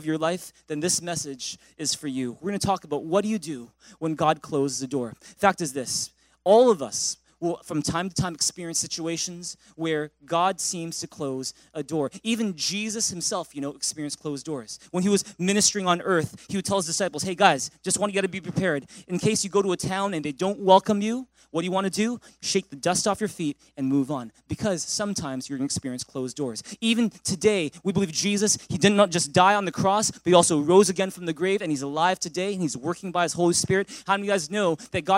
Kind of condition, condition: setting, large echoing room